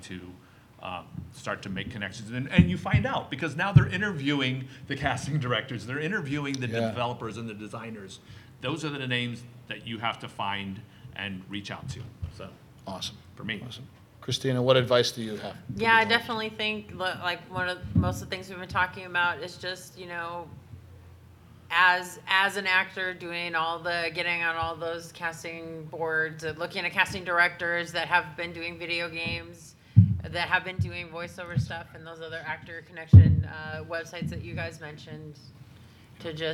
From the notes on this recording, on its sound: This Live panel at the 2018 LA Comiccon